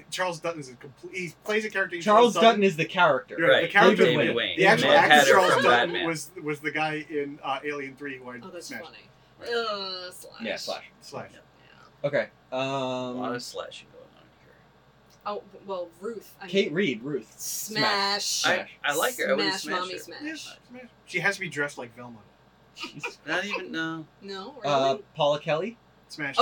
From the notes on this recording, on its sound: Our separate audio track was corrupted. The audio from the cameras. As a result, the audio is uneven and a bit room-tone-y.